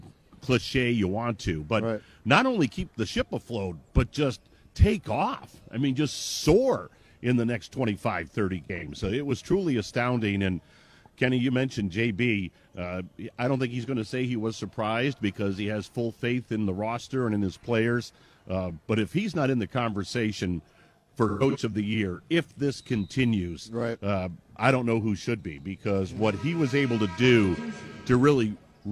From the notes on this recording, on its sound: live from Rocket Mortgage Fieldhouse